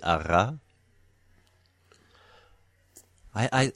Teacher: the manner is a trill and the place is uvular · Term: uvular trill